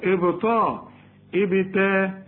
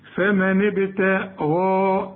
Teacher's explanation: الباء هنا قلقلها والتاء رققها والغين فخمها · Shown in: second take